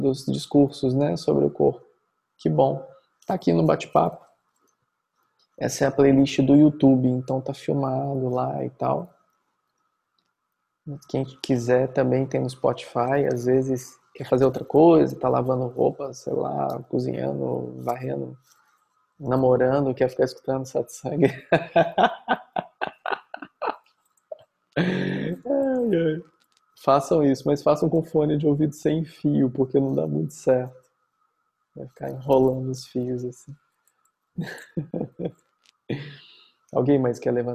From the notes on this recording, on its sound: Online via Zoom